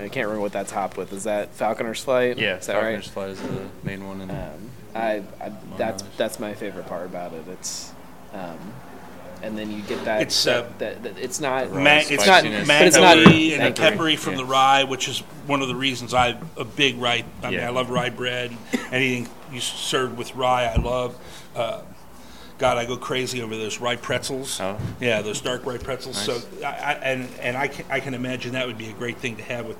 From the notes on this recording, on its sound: DogBerry Brewing in West Chester. This week we head out on the road to DogBerry Brewing. For our first "experimental" road show and live test.